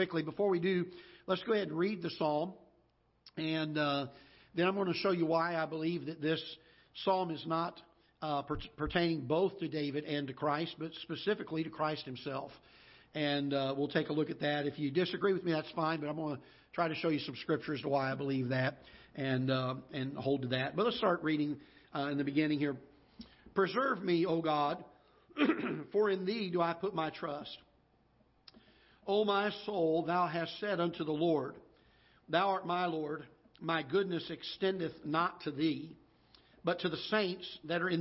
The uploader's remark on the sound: Ketha Heights Baptist Church ~ Live Broadcast